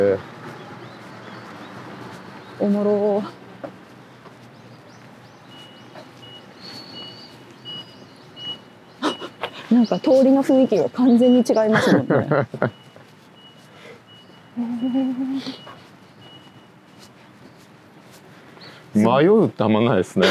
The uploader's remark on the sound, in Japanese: 誰かと散歩しながら収録しております。駒場東大前から日本民藝館まで散歩しながらおしゃべり。